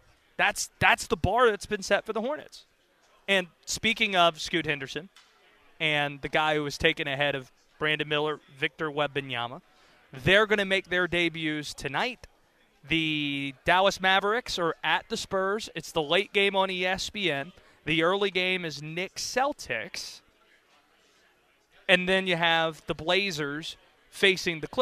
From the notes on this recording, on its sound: Live from ACC Tipoff in Charlotte.